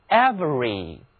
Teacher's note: 请看字母 v 和 r 之间的那个字母 e 现在不发音